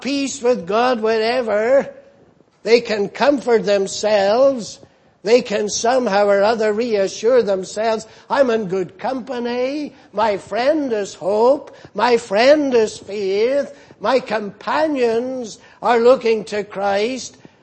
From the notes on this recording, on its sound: Preached in Grafton. At the Lord's Day Morning service on 10th February, 2019.